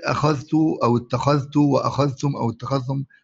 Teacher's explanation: سواء بالإفراد أو الجمع يقرأ بإدغام الذال في التاء